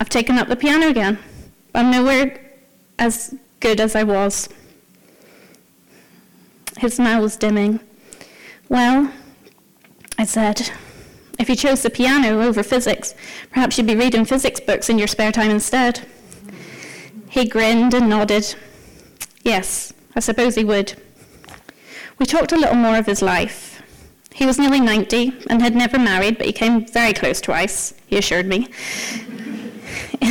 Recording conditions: live audience